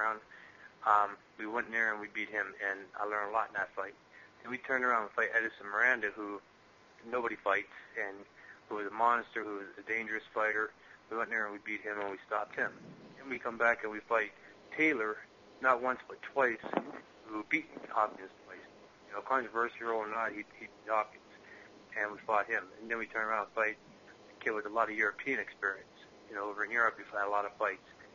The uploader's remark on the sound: Conference call